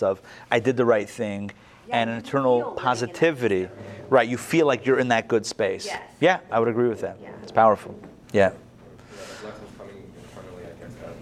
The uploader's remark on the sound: Recorded live at the Intown Jewish Academy on July 25, 2021